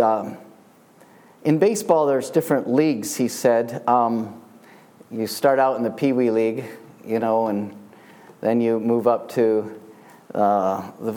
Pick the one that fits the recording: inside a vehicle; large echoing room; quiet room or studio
large echoing room